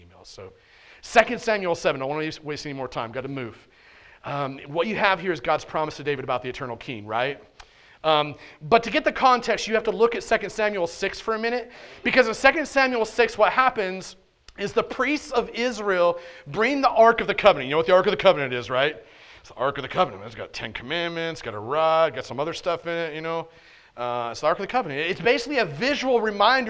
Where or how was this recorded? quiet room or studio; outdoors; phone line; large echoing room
large echoing room